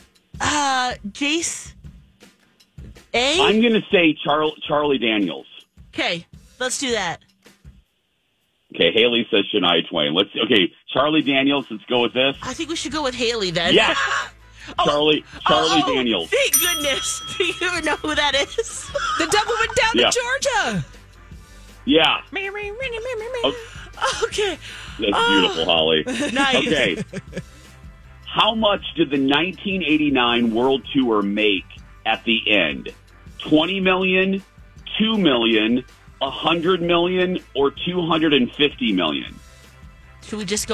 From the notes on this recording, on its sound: on the phone